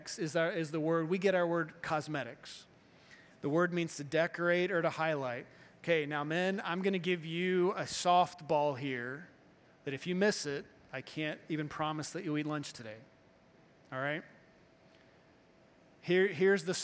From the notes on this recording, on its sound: Morning Service-Missions Conference